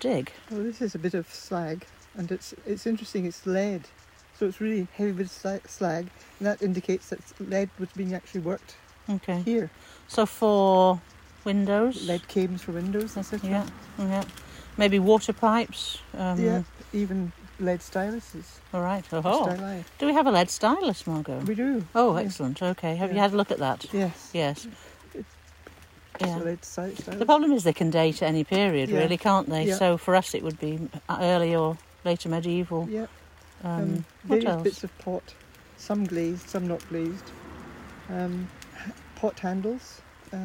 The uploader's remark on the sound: which was recorded ‘in the field’ at the dig site